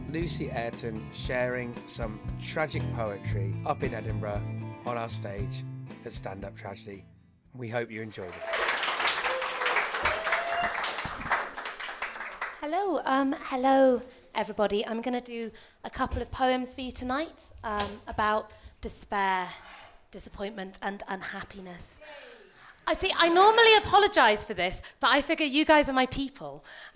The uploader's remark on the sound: This episode was recorded as part of our 11 day run at PBH's Free Fringe at The Edinburgh Festival. This episode was recorded downstairs at The Fiddler's Elbow.